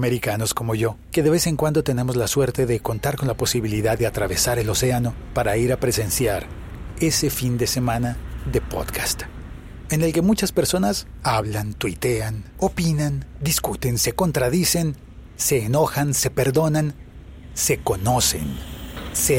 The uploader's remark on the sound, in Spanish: Un episodio pódcast grabado en sonido binaural, por las calles de Madrid, de camino a las Jornadas de Podcasting de España.